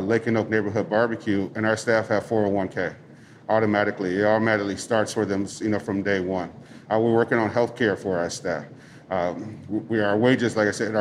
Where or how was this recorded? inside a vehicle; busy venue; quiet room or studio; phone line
busy venue